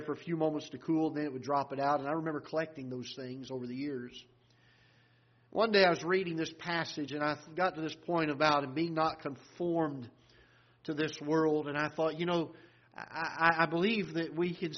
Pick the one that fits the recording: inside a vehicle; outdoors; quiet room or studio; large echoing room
large echoing room